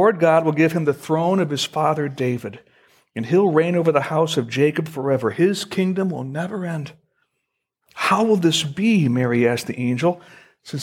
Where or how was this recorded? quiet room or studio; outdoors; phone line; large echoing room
large echoing room